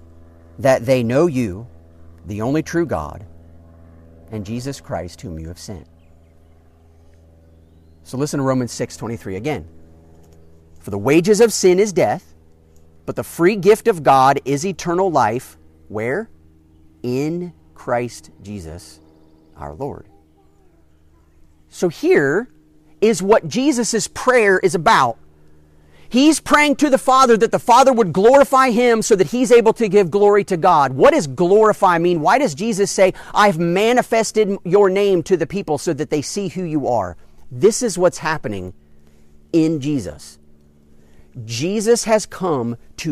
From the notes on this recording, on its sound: during an outdoor worship gathering